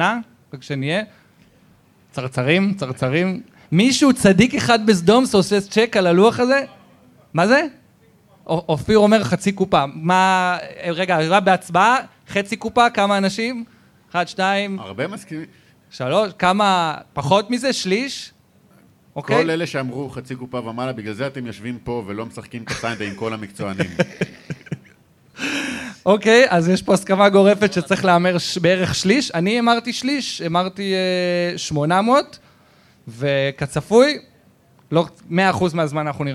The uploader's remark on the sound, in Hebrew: חוגגים 50 מול קהל חי! הוא הוקלט מול קהל חי במועדון ה"האוונה קלאב" בתל אביב.